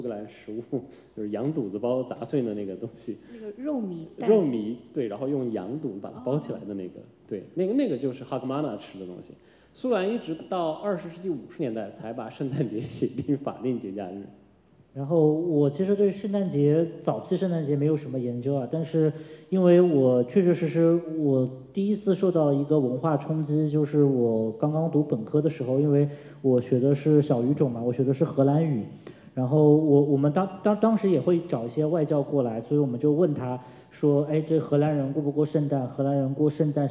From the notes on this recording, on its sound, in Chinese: 艺述电影在艺海剧院小剧场举办了一场迎新活动。以下是讲座现场的音频录音。